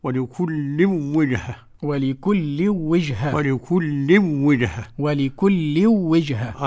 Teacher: عدم الغنة عند ملاقاة التنوين مع الواو لخلف عن حمزة